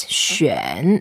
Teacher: Third tone goes down and up.